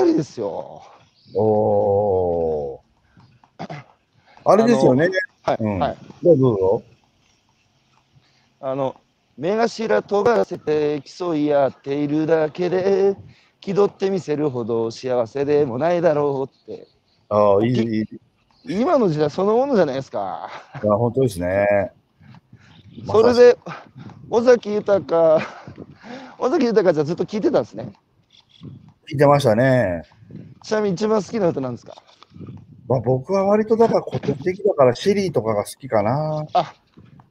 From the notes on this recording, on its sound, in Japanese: 歩きながら1時間、対談する